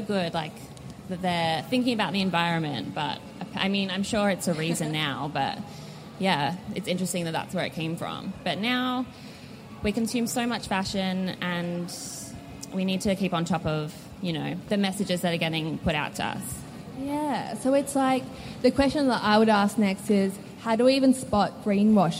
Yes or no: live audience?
yes